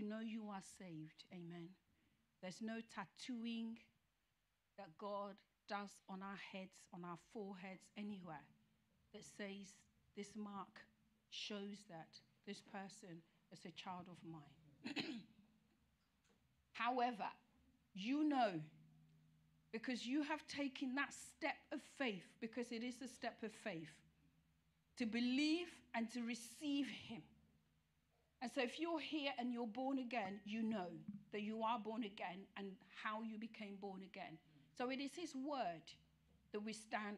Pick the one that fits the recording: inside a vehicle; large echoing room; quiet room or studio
large echoing room